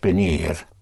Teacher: the V and B have the same sound pronounced with your lips